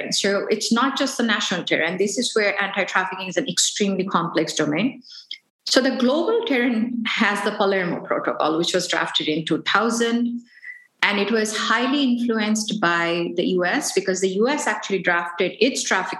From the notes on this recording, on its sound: This episode was originally recorded during a live webinar event that occurred on February 23, 2022.